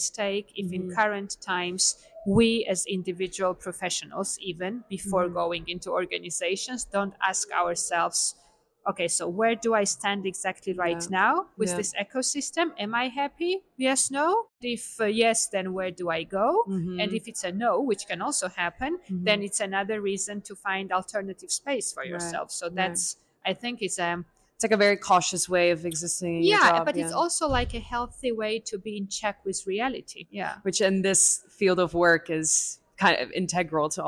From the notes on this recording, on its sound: This series was recorded on site. International Film Festival Rotterdam.